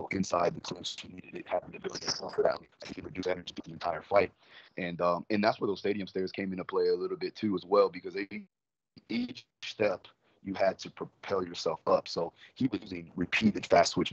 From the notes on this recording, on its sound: Sorry for the audio it wasnt the highest quality due to the hurricane in florida.